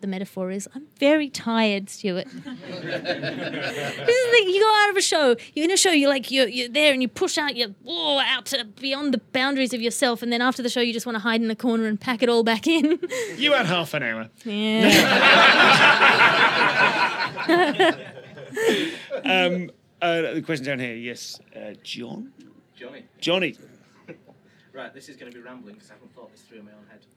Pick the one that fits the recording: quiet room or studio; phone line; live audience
live audience